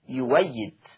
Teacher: هتبدل الهمزة المفتوحة واو مفتوحة · Term: إبدال